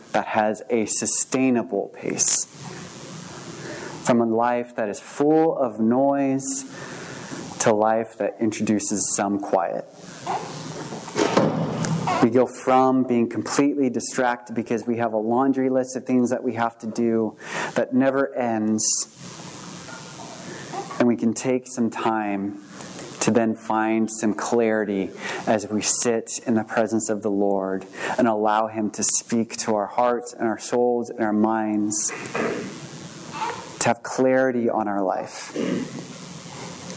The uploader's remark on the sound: This message was recorded on January 15, 2023, at View Ridge Middle School in Ridgefield, Wa.